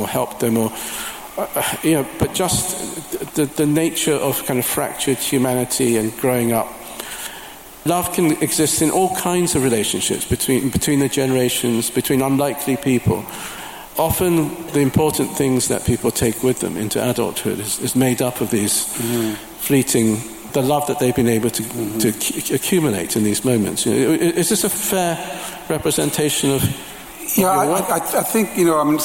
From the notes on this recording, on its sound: As part of Man Booker 50 festival at Southbank Centre. Each section was introduced by a slideshow of photographs selected by the pair. Here in the recording, each slideshow has been replaced with a short musical interlude.